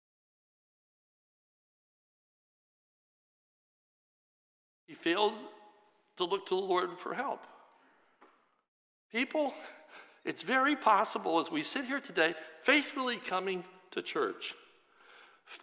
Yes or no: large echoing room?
yes